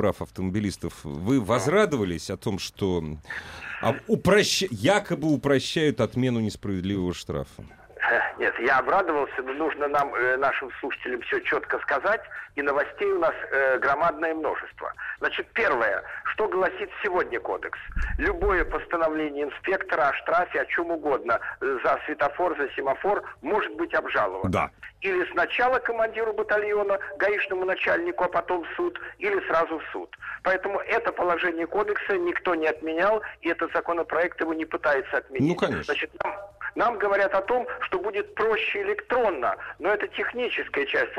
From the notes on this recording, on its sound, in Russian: По телефону тему прокомментировал